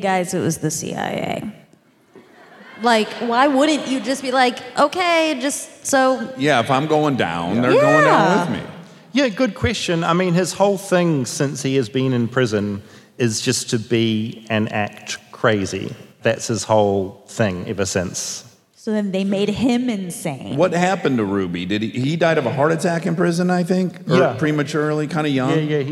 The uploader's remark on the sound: Armchaired & Dangerous Live from Los Angeles at the Wiltern